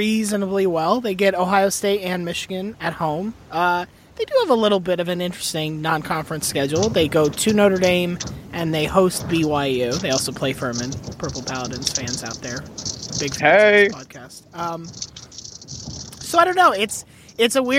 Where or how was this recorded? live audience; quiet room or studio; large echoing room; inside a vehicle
inside a vehicle